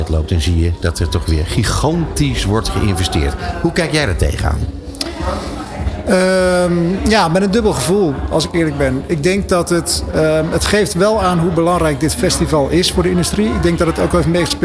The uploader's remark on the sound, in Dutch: Live vanuit Cannes. De uitzendingen vinden plaats vanuit de Embassy of Dutch Creativity, de handelsmissie van de Nederlandse creatieve industrie tijdens het 70ste Cannes Lions International Festival of Creativity.